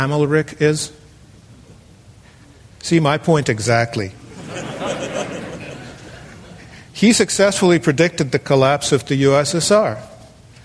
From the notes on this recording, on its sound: The following talk was given on February 13, 2009, at Cowell Theatre in Fort Mason Center, San Francisco, to an audience of 550 people.